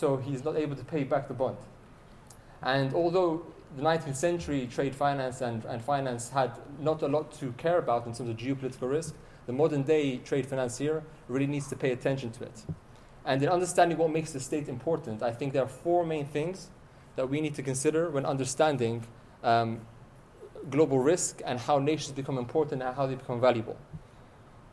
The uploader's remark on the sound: This keynote was delivered on the 27th February 2020 in Helsinki, Finland, as part of the International Trade and Forfeiting Association Fintech Discovery Day Conference.